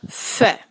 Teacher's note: اس کو کلیئر کیجئے گا سانس کی تیز آواز کے ساتھ